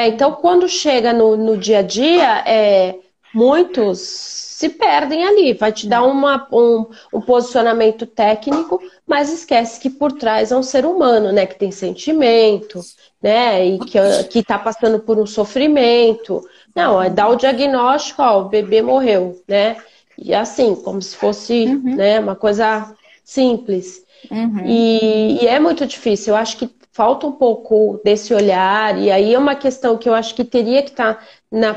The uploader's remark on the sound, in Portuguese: Esse podcast foi retirado da Live no Instagram do Grupo Mulheres do Brasil Santos